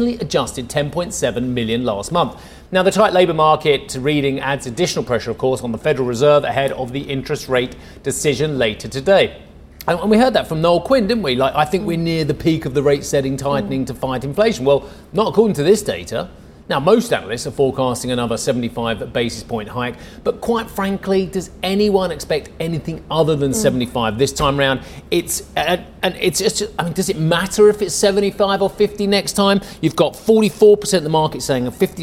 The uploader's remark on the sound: we are live at Web Summit in Lisbon